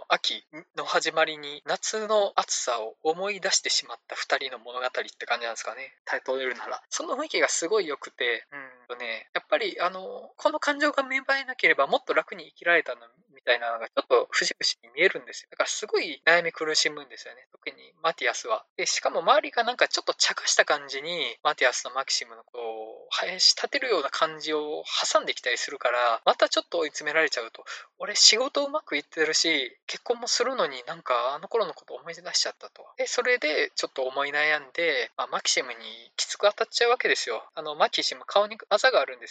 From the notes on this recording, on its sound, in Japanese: 音質が悪すぎたため、可能な限りで音質改善しました。(でも全然音悪いです。)。